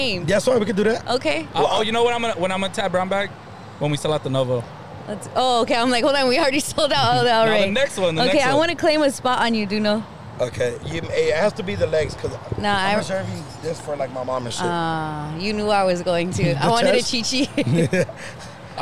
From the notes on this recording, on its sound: Live From The 6th Street Bridge! We are proud to be the first podcast to record an entire episode on the 6th street bridge. Some people thought it was a publicity stunt and the mic's weren't plugged.